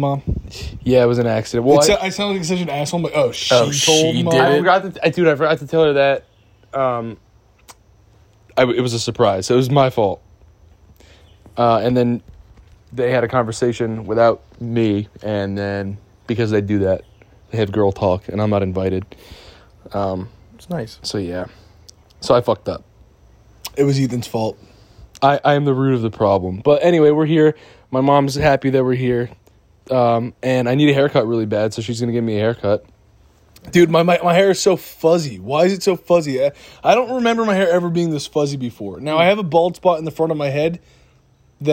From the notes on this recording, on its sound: We’re back in Jersey for our mom’s birthday walking through the garden recording the podcast on our phones.